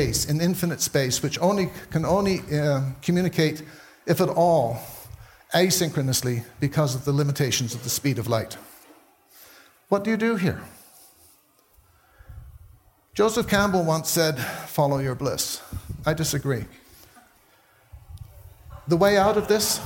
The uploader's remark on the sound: taken from the Buddhist Geeks Conference in 2012